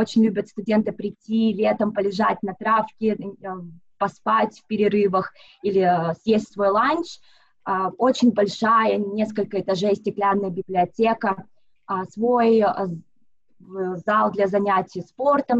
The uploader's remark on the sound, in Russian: поговорили с ней по Зуму